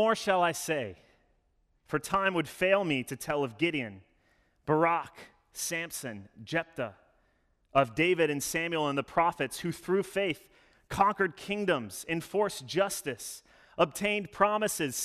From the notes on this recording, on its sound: Sermon delivered Sunday, November 7, 2021 - All Saints Sunday